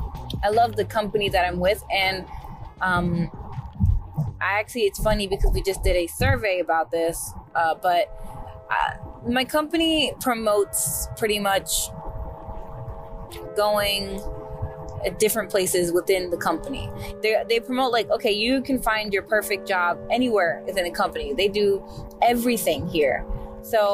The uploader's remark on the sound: Sorry for the audio quality in this episode, I was in my car